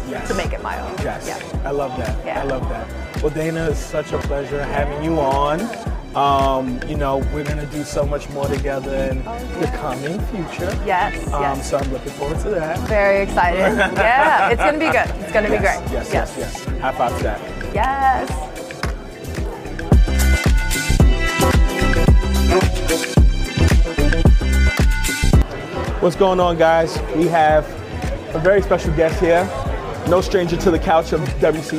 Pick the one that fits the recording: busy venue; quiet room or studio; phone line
busy venue